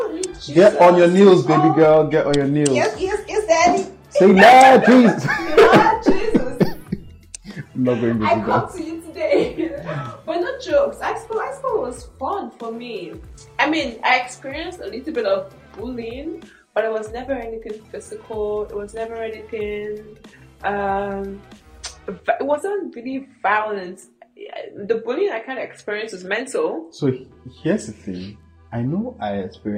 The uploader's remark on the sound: We humbly apologize for the audio of this episode as we know it's not what it's meant to be, we had a LOT of technical difficulties but we just had to push through